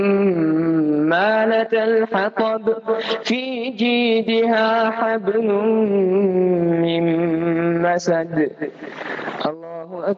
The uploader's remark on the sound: Jumah Lecture at Rainbow Masjid